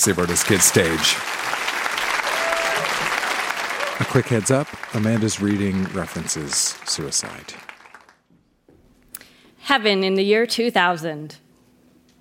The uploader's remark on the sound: Recorded live at the Rio Theatre in Vancouver.